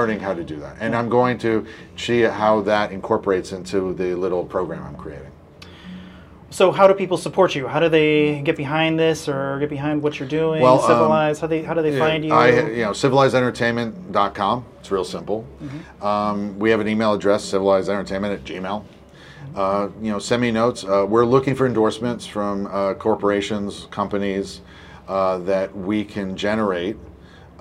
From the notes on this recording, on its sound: sit down on location at SXSW